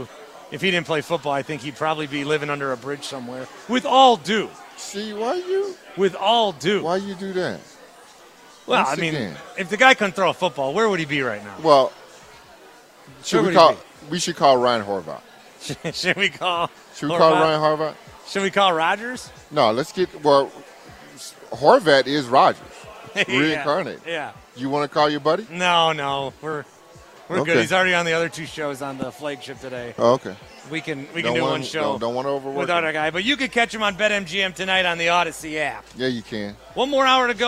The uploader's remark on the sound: Live From Canton Ohio Home of the NFL Hall Of Fame